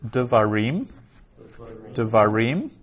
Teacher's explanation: And so just naturally, you've made that a three-syllable word, and the first syllable has shortened up from a long A to then this shava, this minimal vowel sound transliterated as an upside-down E. · Term: vocal shava